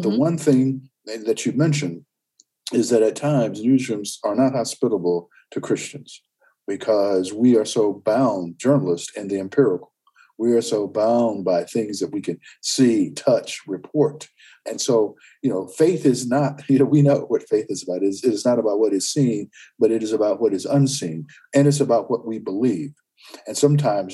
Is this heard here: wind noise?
no